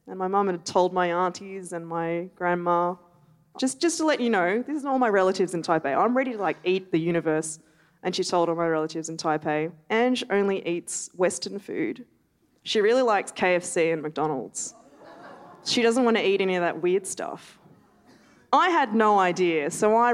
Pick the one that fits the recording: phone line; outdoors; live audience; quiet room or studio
live audience